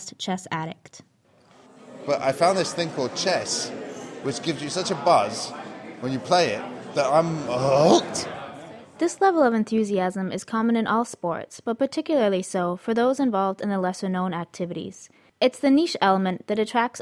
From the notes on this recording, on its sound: sounds from the fight night